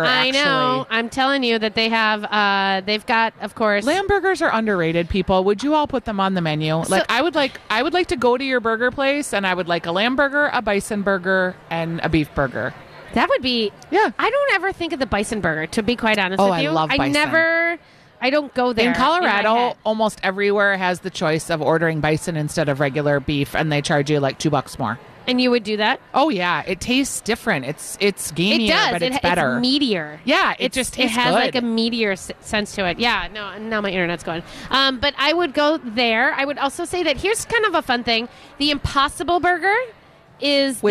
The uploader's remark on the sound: Live at Fit Fest!